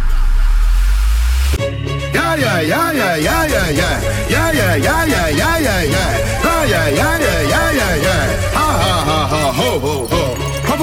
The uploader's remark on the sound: RECORDED SET FROM RESIDENCY AT MISS LILY'S DUBAI